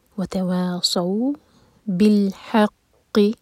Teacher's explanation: قاف حلق سے اور یہاں پر شدہ ہے تو اسٹرانگ